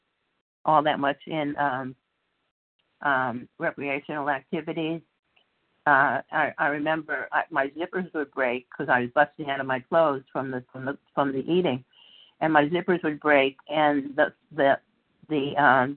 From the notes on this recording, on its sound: 100 Pounders Phone Meeting.